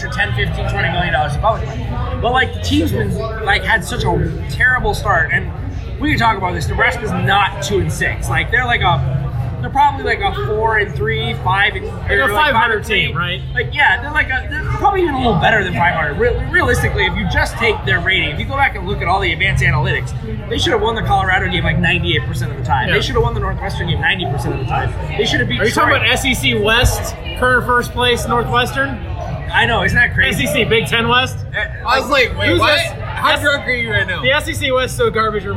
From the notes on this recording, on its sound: The audio quality is pretty poor, but hopefully this is entertaining as we were all a few drinks in.